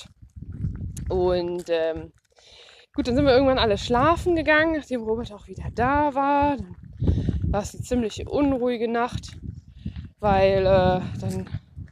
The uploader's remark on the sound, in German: Eine Folge live aus dem Grampians National Park, VIC